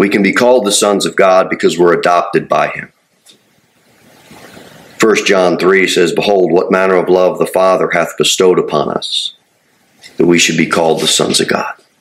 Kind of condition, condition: setting, large echoing room